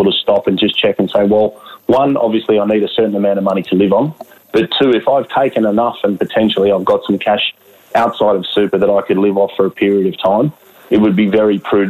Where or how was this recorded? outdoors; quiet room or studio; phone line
phone line